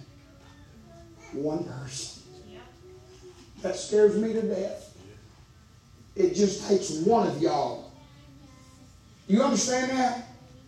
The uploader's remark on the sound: Preaching live from Still Water Baptist Church.